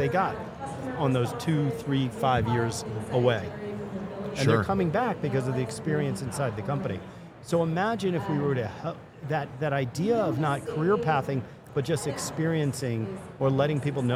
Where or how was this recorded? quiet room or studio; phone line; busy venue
busy venue